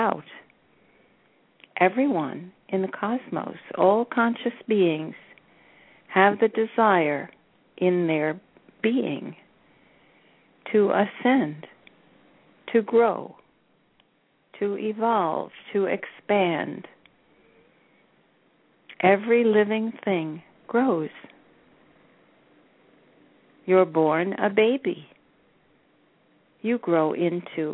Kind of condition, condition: link, phone line